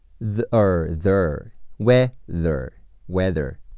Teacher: z 咬舌发音，既出气也出声，是 t h 组合